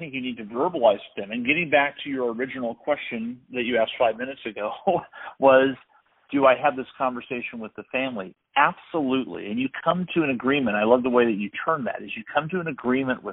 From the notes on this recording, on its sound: We had a conversation with a track and field coach over the phone